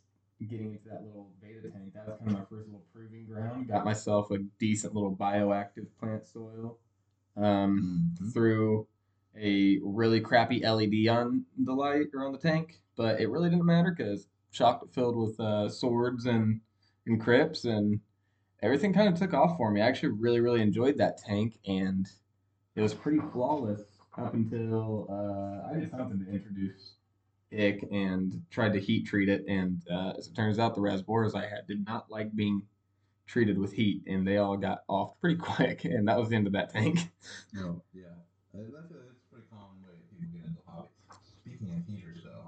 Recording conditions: poor sound quality